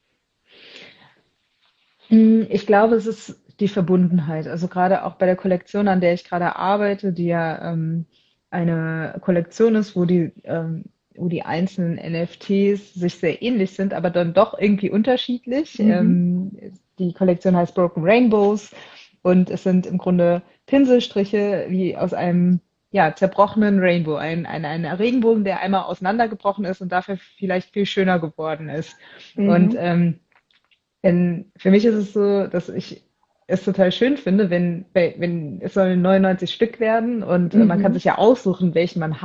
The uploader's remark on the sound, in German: In diesem INSTA-LIVE Gespräch.